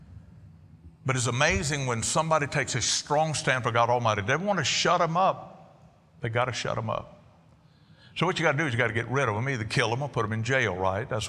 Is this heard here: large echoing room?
yes